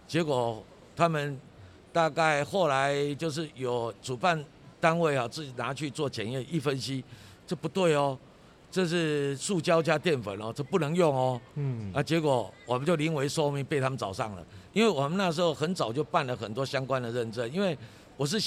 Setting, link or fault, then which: setting, busy venue